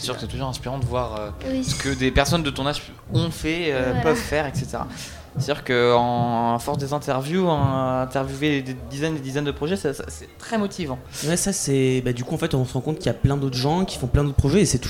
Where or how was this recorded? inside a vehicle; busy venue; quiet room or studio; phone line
busy venue